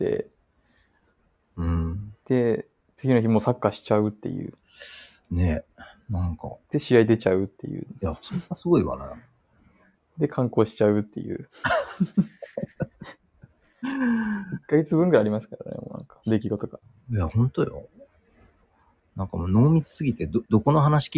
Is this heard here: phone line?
no